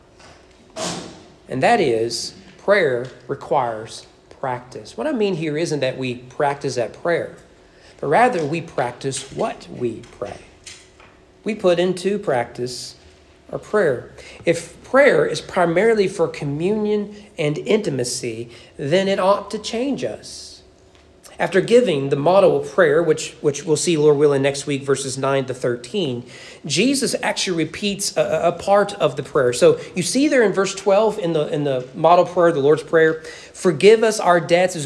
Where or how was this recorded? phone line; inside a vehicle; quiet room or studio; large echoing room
large echoing room